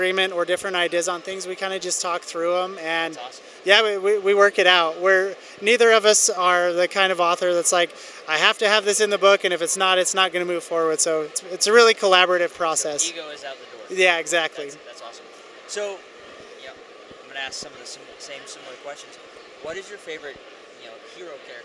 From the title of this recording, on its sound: Author Interviews Live From FanX